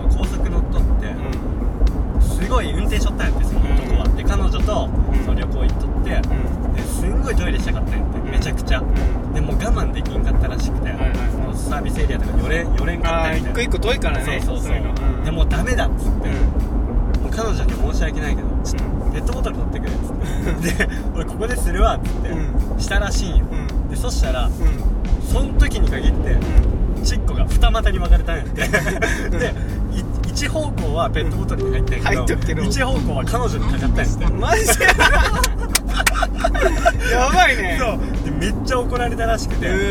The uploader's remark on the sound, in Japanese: ドライブ収録！！目的地までの車の中での収録。